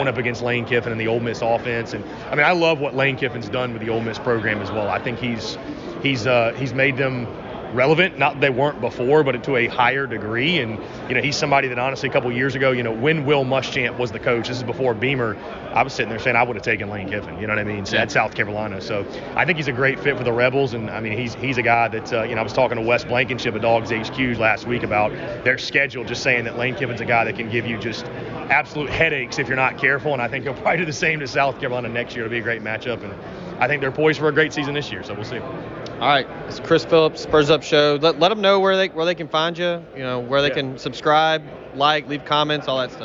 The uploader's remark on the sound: LIVE! From SEC Media Days